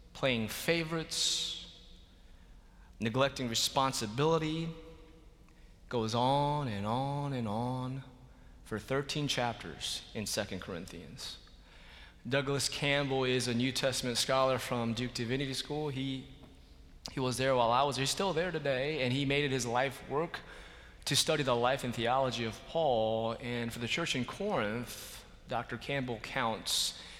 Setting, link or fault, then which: setting, large echoing room